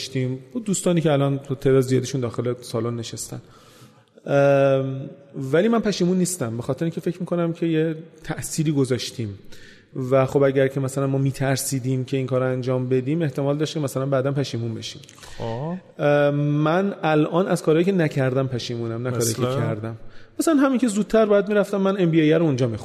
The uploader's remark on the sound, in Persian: در حضور جمعی محدود از مخاطبین پروپاقرص و تیم پادکست و با رعایت پروتکلهای بهداشتی ضبط شده است